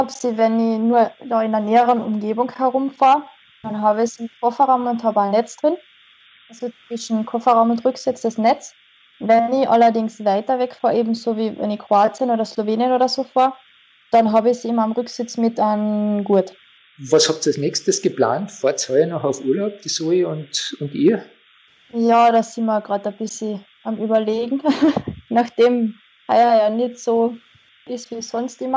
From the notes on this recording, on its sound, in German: ein Telefoninterview